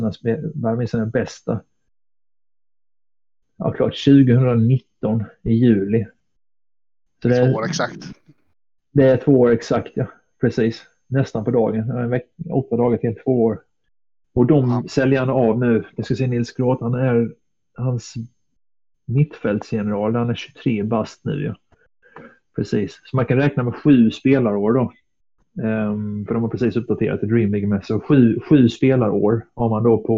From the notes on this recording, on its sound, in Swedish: med en havererad mic